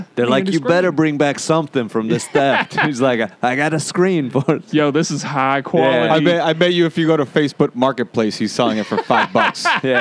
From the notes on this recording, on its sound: Recorded every Tuesday afternoon at the World Famous Comic Strip Live in Manhattan's Upper East Side.